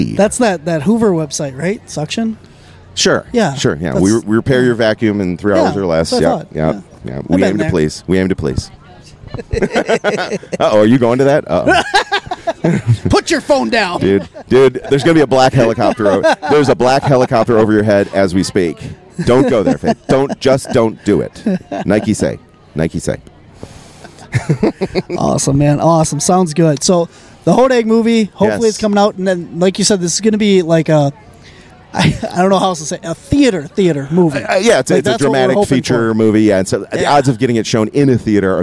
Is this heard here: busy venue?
yes